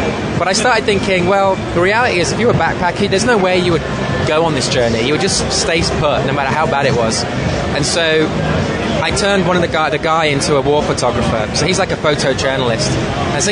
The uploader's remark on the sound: Interview taped on the floor of New York Comic Con